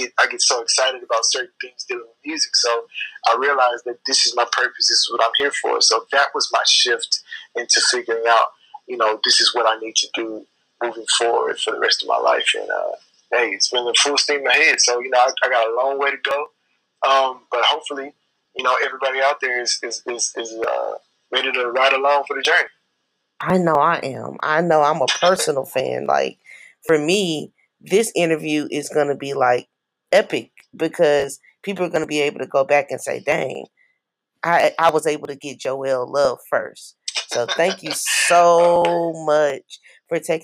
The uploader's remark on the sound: Audio from each interview is recorded for playback and podcasting purposes.